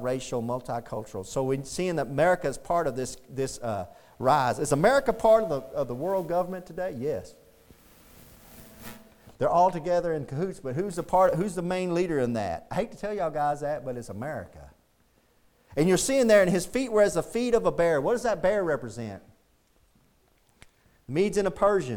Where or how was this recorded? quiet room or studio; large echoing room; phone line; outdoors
large echoing room